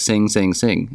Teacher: that g at the end is almost non-existent